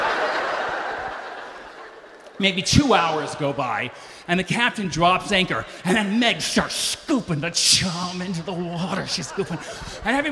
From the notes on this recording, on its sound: lights up Snap LIVE in LA